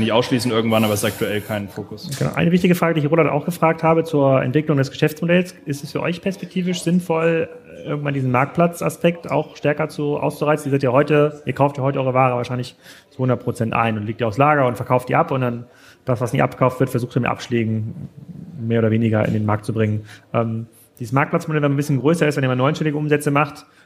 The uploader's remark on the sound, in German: Live Podcast aus Zürich